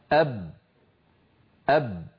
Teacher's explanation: وكما أن الصوت انحصر كذلك النفس انحصر، فالباء شديدة يعني لا يجري الصوت معها